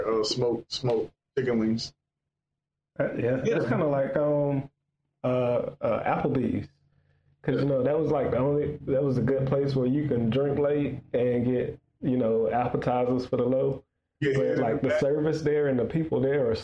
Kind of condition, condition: fault, poor sound quality